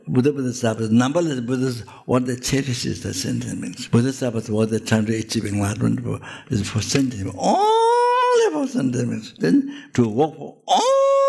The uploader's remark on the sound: The teaching for this episode was recorded on September 22, 2019, at Amitabha Buddhist Centre, Singapore.